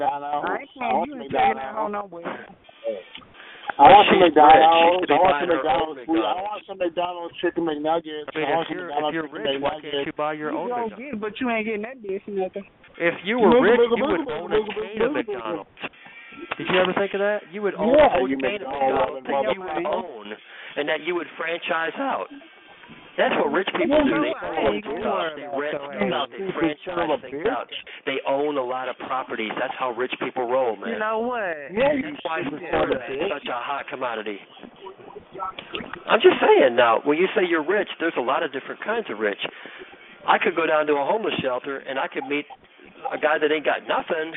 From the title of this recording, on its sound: Conference Call